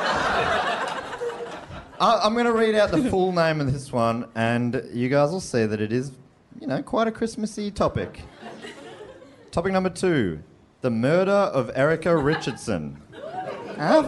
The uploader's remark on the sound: This year's Christmas Special was recorded live in Brisbane.